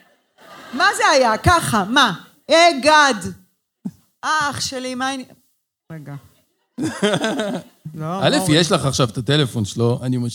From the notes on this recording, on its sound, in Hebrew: פרק לייב - הגרסה המצונזרת.